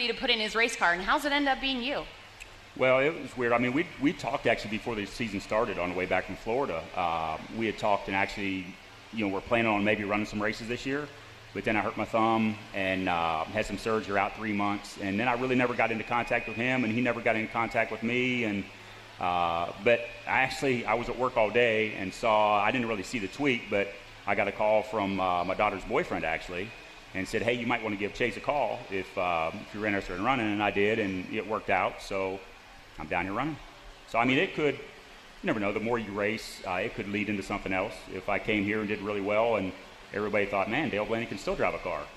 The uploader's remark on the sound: live from the camper appreciation event at The World Finals